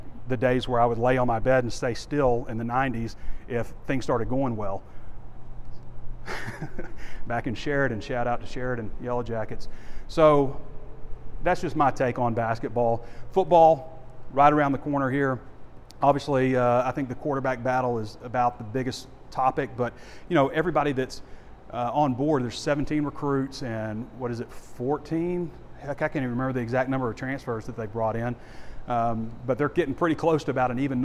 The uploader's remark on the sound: WALK & TALK